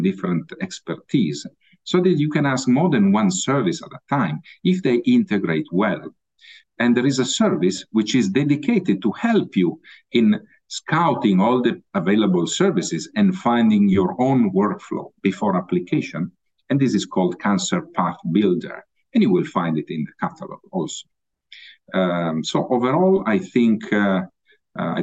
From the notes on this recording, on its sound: Originally a live webinar